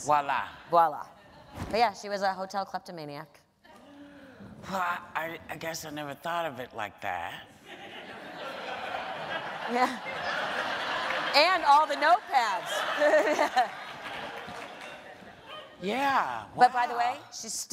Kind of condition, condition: setting, live audience